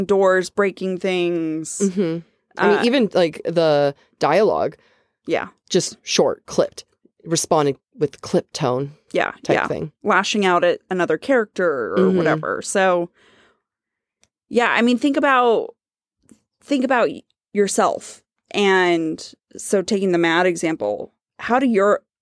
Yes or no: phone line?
no